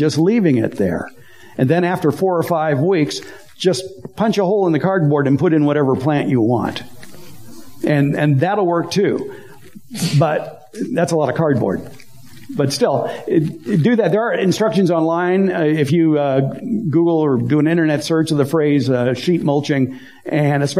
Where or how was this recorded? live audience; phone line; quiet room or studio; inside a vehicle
live audience